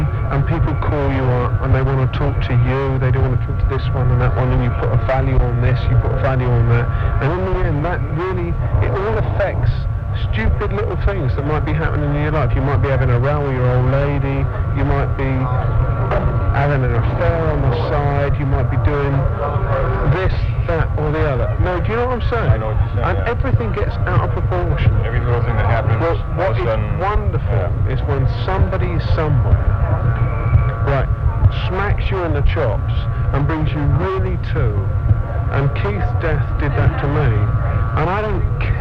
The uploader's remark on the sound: In the background you can hear people playing the old arcade game Space Invaders. The sound quality is poor (but Was even worse before I put it through some noise programs!). It was one of those times back in the day when you just grabbed a cheap tape and threw it in the deck and hit record.